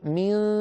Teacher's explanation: نهيئ الفم يا إخوة على مخرج الدال قريبا جدا، ولكن من غير قرع، من غير ملامسة · Term: إخفاء